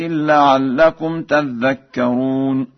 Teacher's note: قرأ ورش بتشديد الذال